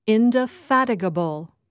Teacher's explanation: Just remember that the stress is on the third syllable, indefatigable